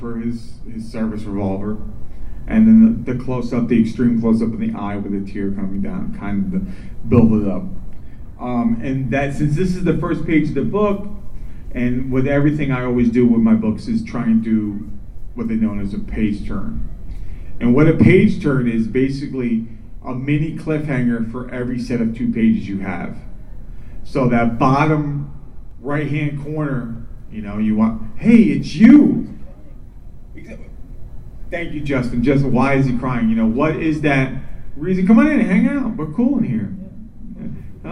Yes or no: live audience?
yes